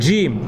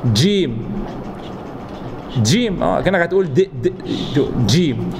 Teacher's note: بتنطق هذا الحرف وانت لسانك عند مخرج الدال، طرف اللسان مع ايه خلف الثنايا العليا. · Term: القاف المعقودة